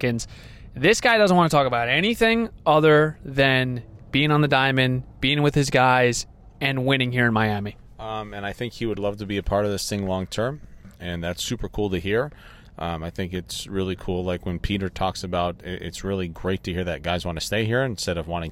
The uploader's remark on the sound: live from the first full squad workout for the Marlins in 2024.